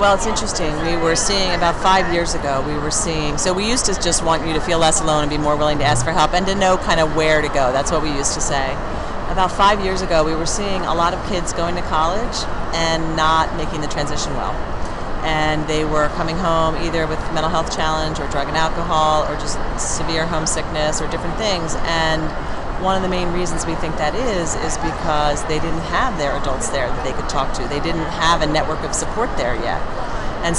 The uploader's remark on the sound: on location at the Pennsylvania Women’s Conference at the Philadelphia Conference Center